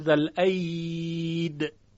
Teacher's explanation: یعنی در وصل میگوید ذل عید انه اواب و در وقف میگوییم ذل عید به قلقله دال و بدون یا